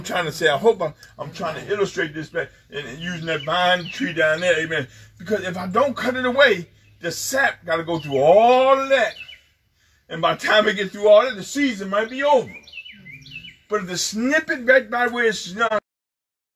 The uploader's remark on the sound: FTNFCOG Outside Service May 24, 2020